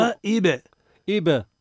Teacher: وهي القلقلة أقرب ما تكون إلى الفتح